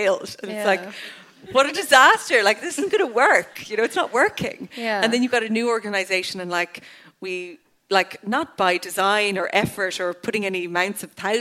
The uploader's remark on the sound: At my live show in the Sugar Club.